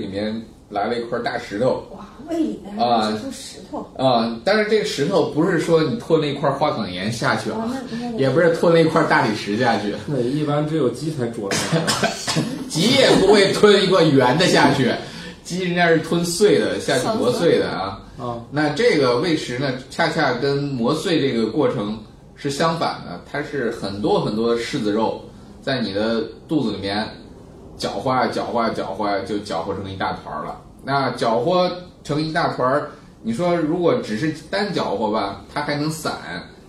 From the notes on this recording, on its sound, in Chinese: 本期节目为在张大妈办公区用录音笔录制，可能有街道上的杂音，请见谅。